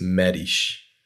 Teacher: S is at the end of words in Portuguese. European Portuguese is a sh sound.